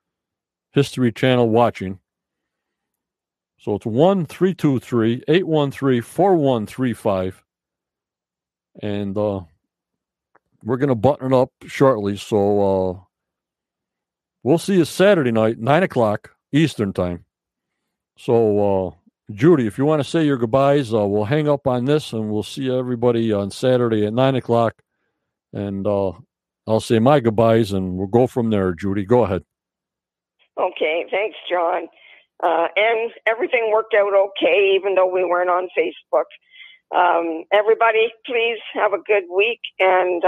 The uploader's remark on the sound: From Canada on the Phone.